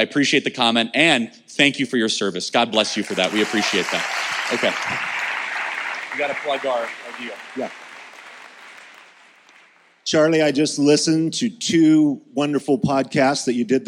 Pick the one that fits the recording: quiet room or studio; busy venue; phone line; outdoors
busy venue